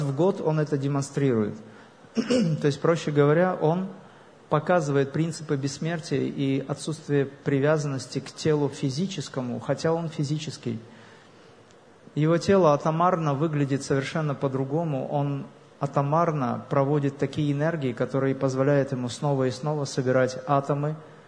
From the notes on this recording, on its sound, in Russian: лекции, прошедшей в Баку на международном фестивале духовных и телесных практик "Nine Senses Fest"